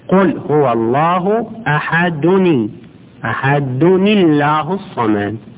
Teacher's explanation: عند الوصل أن تضم الدال وتكسر النون · بتوصلها باللام من الله الله الصمد أول لام، هذه اللام ساكنة، نون التنوين ساكنة واللام ساكنة يجب كسر الأول وهو نون التنوين